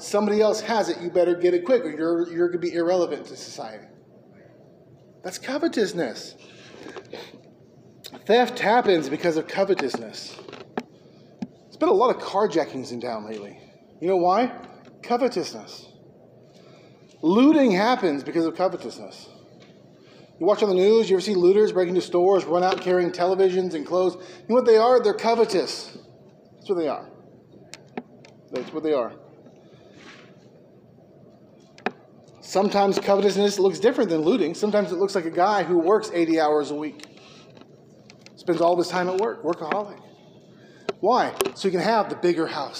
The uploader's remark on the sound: Preached at McKee Road Baptist Church.